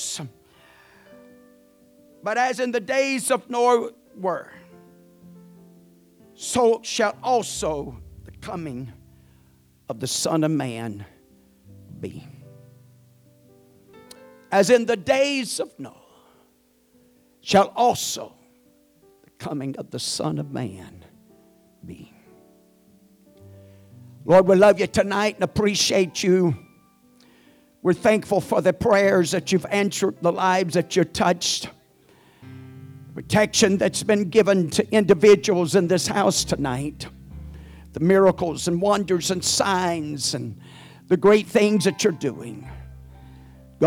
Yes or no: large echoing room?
yes